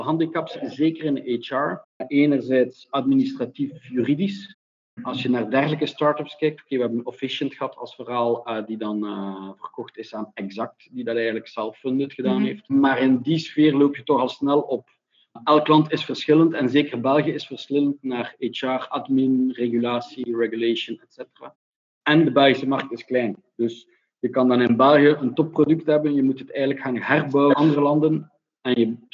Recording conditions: video call